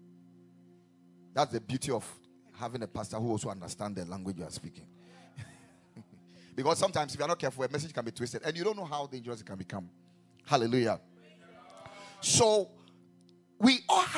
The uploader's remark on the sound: Preached at the Ekklesia Campus.